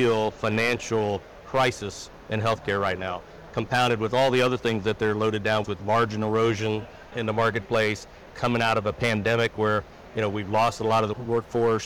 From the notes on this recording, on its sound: an Interview in Action live from the 2023 CHIME Fall Forum